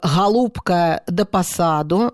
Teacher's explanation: когда произносится звук «г», он «г», вот таким вот гортанным звуком произносится